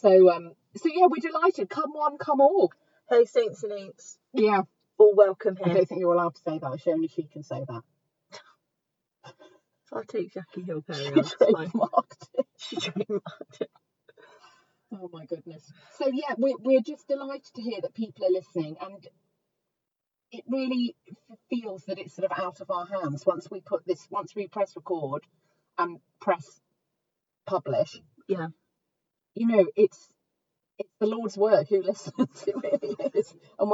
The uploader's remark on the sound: we FINALLY get back in the car and talk nonsense for a while